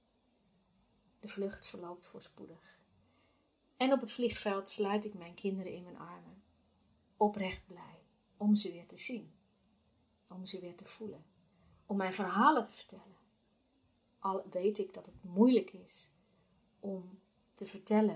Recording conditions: poor sound quality